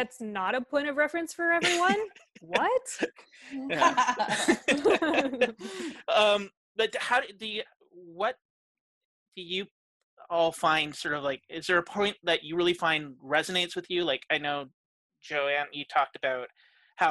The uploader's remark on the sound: This is the first of our virtual episodes recorded over zoom so please forgive the audio quality.